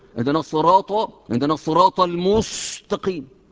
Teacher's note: إن فخمت السين التي في لفظ المستقيم قلبتها صادا